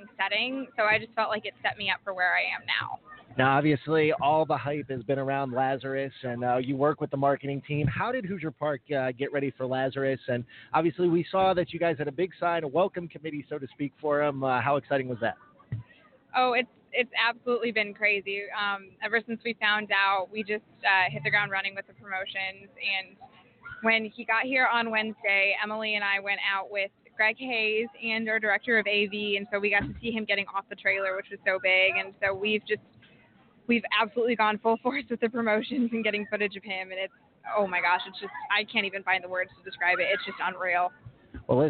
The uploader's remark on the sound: live from Hoosier Park Racing and Casino in Anderson, Ind.